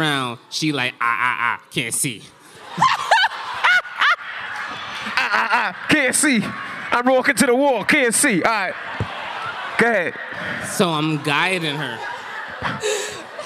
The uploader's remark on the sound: Live At Sony Hall NYC.